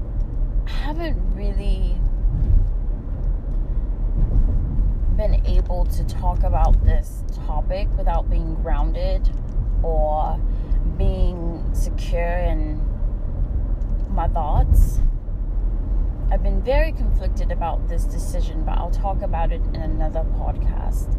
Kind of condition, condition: fault, background noise